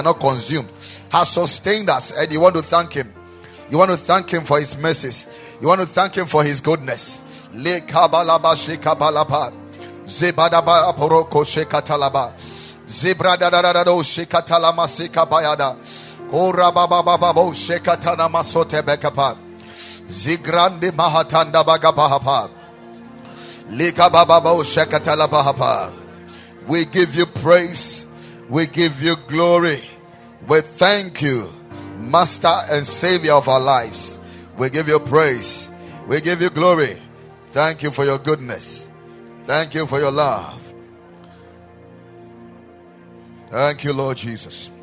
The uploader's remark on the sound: Preached at the Ekklesia Chapel